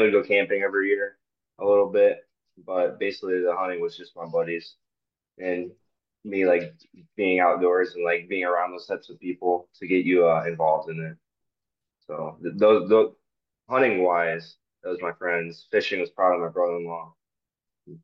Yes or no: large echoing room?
no